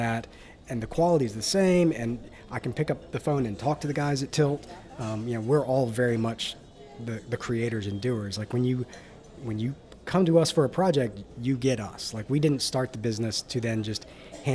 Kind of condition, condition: setting, busy venue